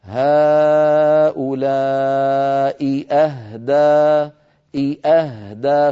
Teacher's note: فلا بد من بيان إحداهما من الأخرى، هكذا هؤلاء أهدى، أهدى، فنبين الهمزة الأولى ونبين الهمزة الثانية بلطف من غير يعني من غير ما نشعر السامع أن هناك شيء · Term: همزتان متتاليتان